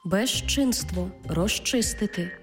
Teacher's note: Отож, відбувається уподібнення і «з» плюс «чи» всередині слова читаємо як «жи-чи»